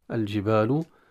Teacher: الجبال اللام أظهرت عند الجيم والألف مد طبيعي